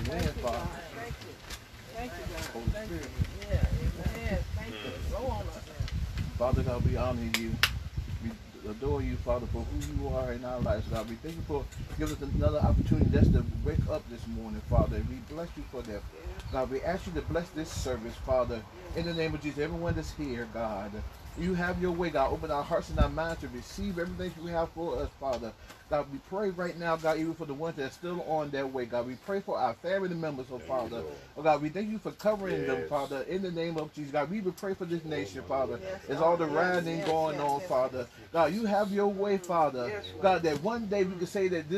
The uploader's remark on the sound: Faith Temple NFCOG Sunday Morning Outside Service May 31, 2020